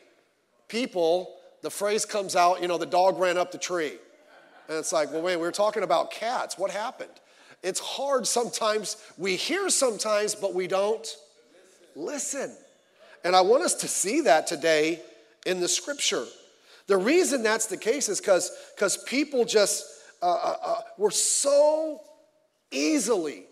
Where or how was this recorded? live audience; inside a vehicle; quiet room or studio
live audience